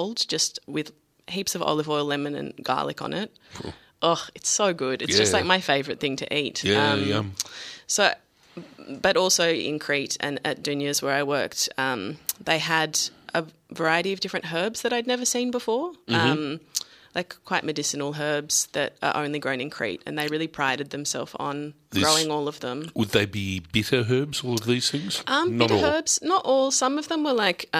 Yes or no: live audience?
no